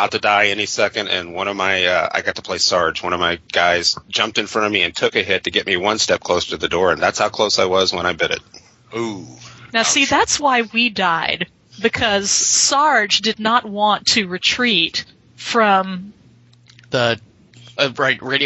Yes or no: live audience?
no